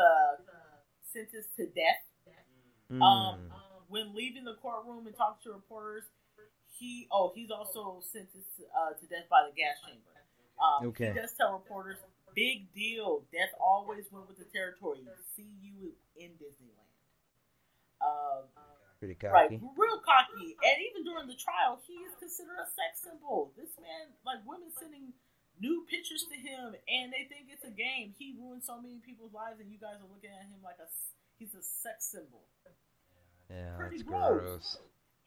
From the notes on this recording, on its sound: Apologies on the Episode Quality, and the Echo everyone, we had a plethora of technical difficulties during this one.